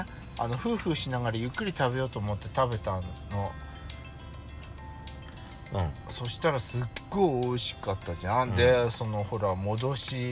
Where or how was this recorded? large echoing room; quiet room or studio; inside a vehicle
inside a vehicle